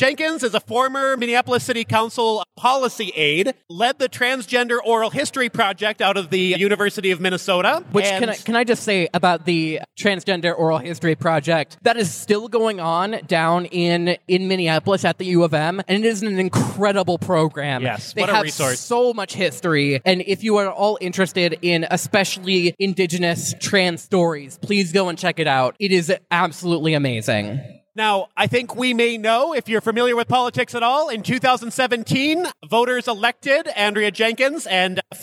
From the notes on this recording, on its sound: We were invited to record live at Trans Day of Visibility in Duluth on March 31, 2023.